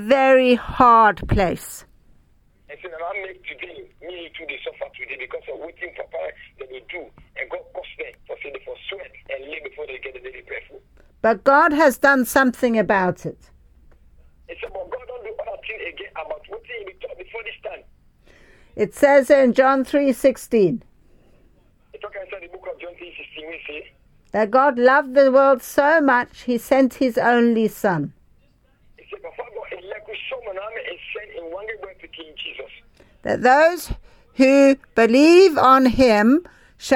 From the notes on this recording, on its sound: Speaking via phone to group in Sierra Leone.